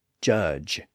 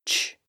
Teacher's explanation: So it becomes the J sound, sometimes called the soft G sound, like at the beginning and end of the word judge. Again, this j sound is just the voiced version of the ch sound